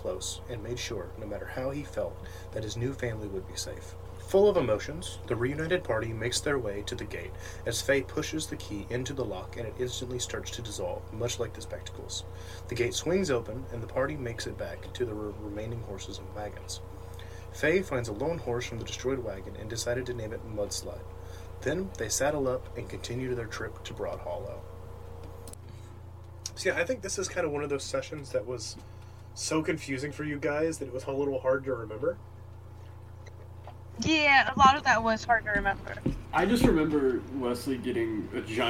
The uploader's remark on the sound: I am very sorry about the background noise, my PC fans are very loud and I am working towards a replacement/better mic.